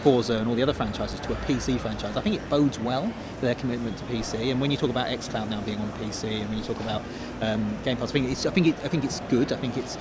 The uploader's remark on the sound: Live from X019. Microsoft's event in London this week. Recorded on the show floor itself, this discussion actually took place a few hours ahead of the reveals.